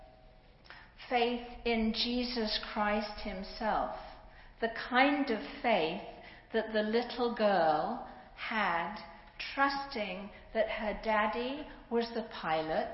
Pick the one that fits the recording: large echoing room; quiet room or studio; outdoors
large echoing room